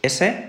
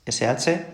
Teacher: también va a cambiar la posición de los labios, que se van a redondear un poquito · Shown in: second take